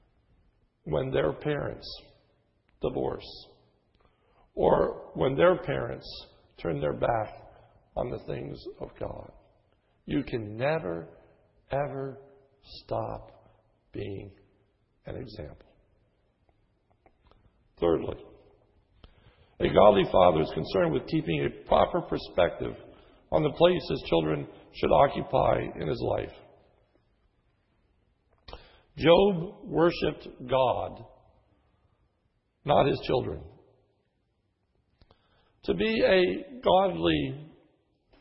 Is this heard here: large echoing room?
yes